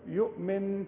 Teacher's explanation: لازم تغن النون، لكن ما تقلقلش النون، ما تقولش يؤمن وتشيل لسانك من حلق بقك، تقول يؤمن، لازم الزنة دي يؤمن، ما دام النون عليها الشدة عند الوقف وعند الوضع.